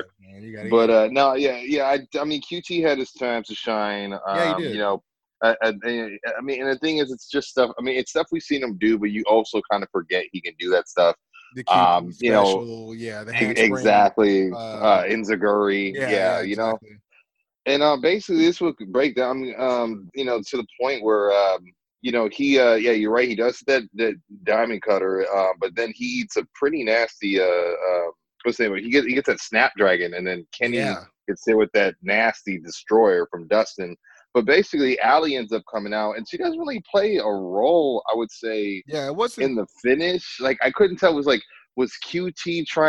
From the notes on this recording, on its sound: connect via Zoom